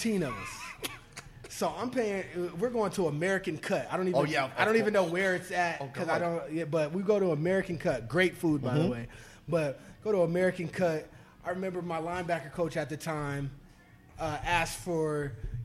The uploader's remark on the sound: Live from Jack Demsey's.